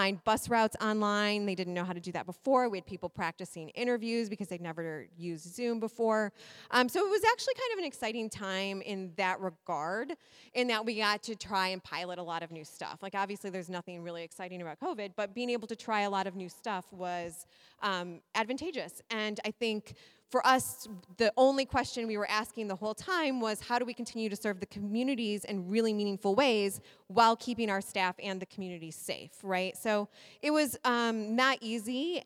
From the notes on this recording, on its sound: Live at the Library. Live Episode.